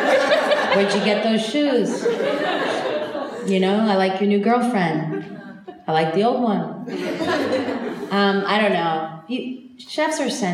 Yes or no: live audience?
yes